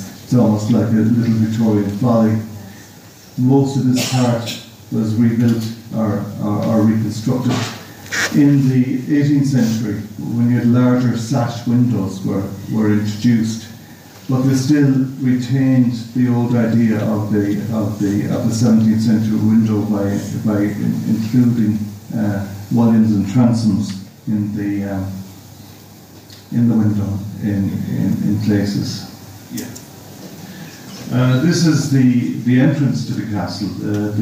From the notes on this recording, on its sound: This recording was grabbed at the 13th Annual Galway City Heritage Conference 2023.